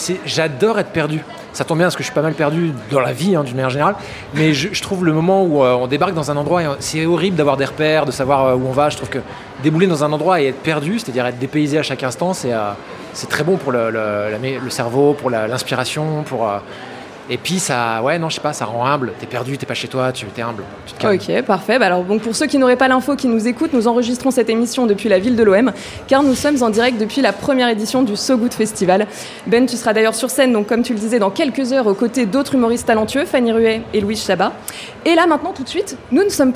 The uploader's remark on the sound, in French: On voulait vous faire découvrir ce nouveau format enregistré pendent le So Good Festival. En direct du So good Festival à Marseille.